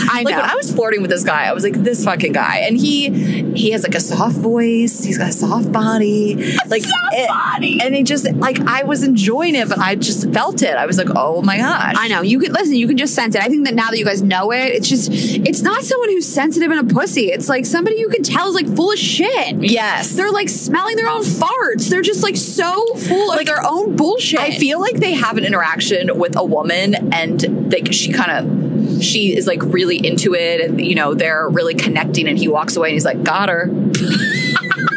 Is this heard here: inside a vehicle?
yes